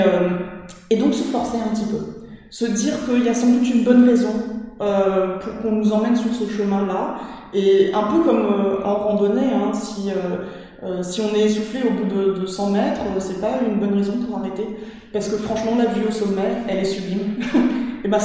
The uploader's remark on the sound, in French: Nous avons enregistré cet épisode au sein d’une salle de classe, et nos voix résonnent quelque peu, je m’en excuse d’avance ! Nous avions changé de salle justement pour pallier à cet inconvénient, en nous installant dans une salle plus petite pour éviter tout écho … Eh bien, c’est raté.